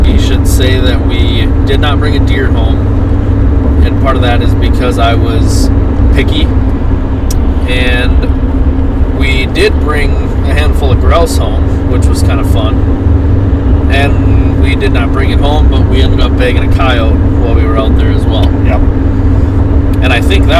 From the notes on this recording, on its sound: In the truck on the adventure across North Dakota.